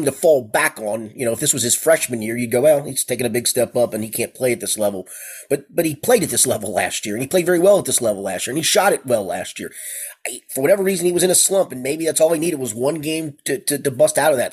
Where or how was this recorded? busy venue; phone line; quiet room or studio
quiet room or studio